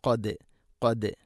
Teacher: ദാലിനെ കൽക്കല ചെയ്യണം, ശരിക്കും അത് കേൾക്കണം